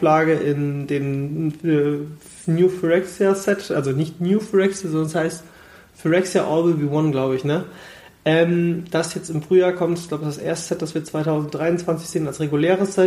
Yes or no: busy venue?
no